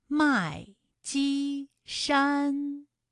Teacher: 还有麦积山也是先四声，后面两个音都是一声 · Term: 一声和四声组合